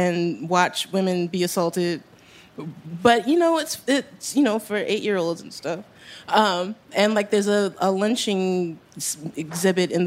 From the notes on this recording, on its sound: In our very first LIVE show